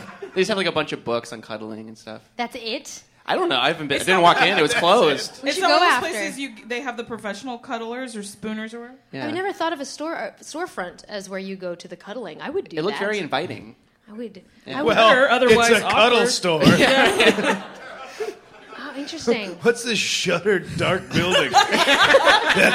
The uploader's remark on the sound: Live at Bridgetown Comedy Festival